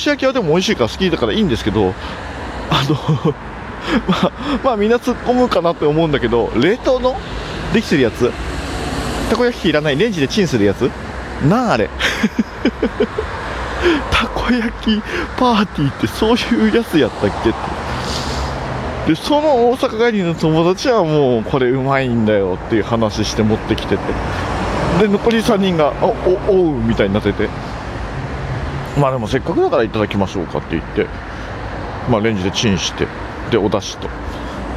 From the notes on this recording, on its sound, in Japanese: 2020年2月ごろに録音したお蔵出し音源をサルベージ！外を歩きながら。